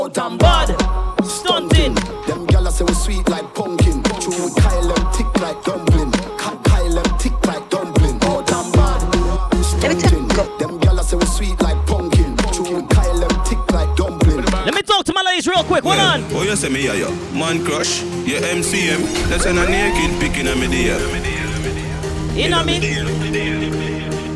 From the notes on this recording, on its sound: LIVE AUDIO FROM #CLUBEMOTIONS.